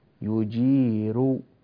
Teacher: في قوله تعالى فمن، قل أرأيتم إن أهلكني الله ومن معي أو رحمنا فمن يجير. كلمة يجير عند ورش يقرأ الراء فيها بالترقيق